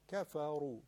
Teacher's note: حرف را درشته اما کاف و فا که دیگه درشت نمیشن. کفارو نگید.